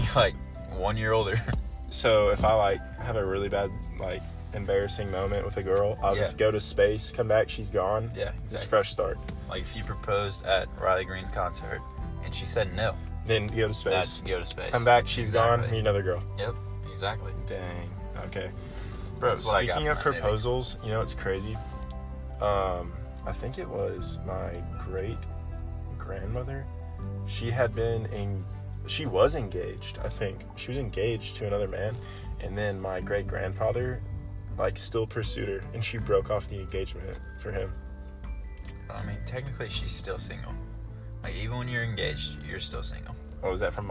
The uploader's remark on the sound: Recorded in my truck so ignore the background noise haha.